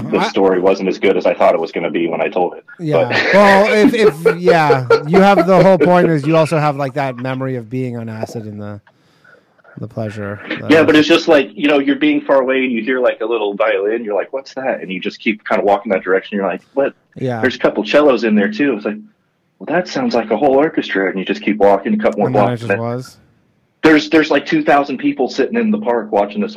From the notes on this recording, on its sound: The bad advice question/call in show.